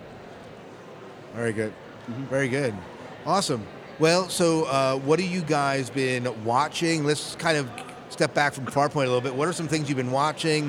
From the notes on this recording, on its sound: Live from Farpoint.